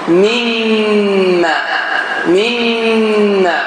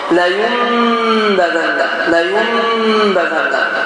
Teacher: İdğam məlğunlə zamanı dodaqlar tam bir şəkildə bağlanır. · Shown in: first take